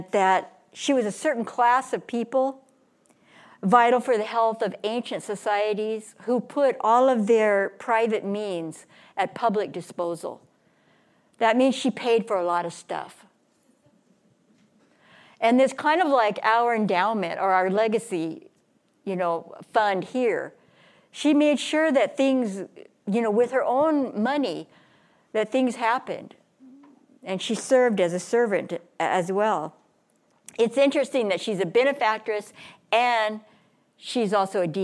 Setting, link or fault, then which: setting, large echoing room